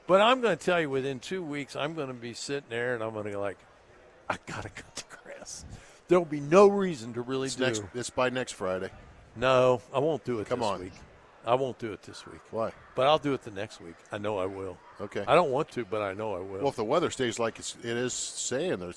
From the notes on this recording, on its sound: live from the Home and Garden Show